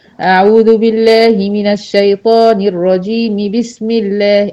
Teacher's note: ما مدتش العارض للسكون في كلمة الرجيم